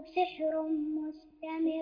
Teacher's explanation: عندنا تنوين وبعده ميم مشددة فهنا غنة هنا إدغام بغنة